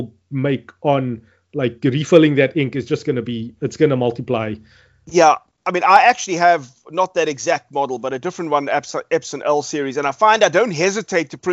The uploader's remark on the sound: Recorded via Skype